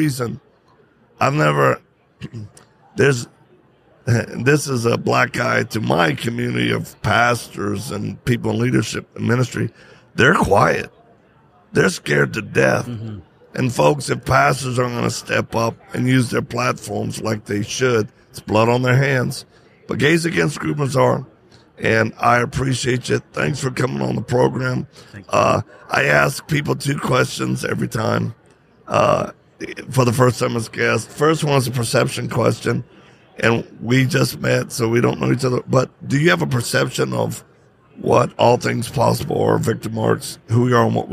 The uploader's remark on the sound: Live at AmFest